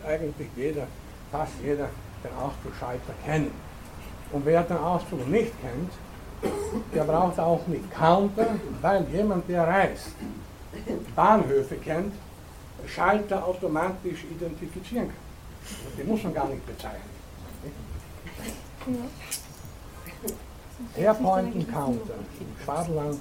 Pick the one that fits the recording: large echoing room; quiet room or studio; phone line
large echoing room